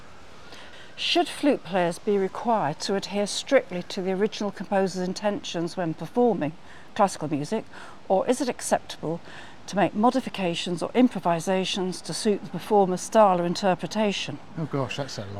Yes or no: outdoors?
yes